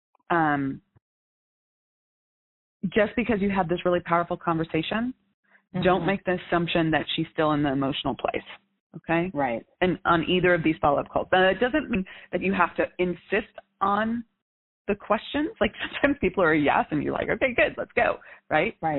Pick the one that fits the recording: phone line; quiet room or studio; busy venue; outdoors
phone line